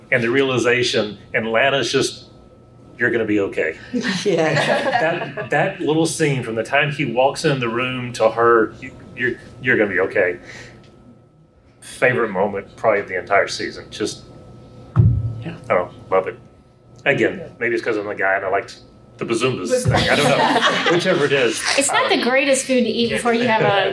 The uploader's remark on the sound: served as a panelist for the Superman & Lois Season 3 panel at Dragon Con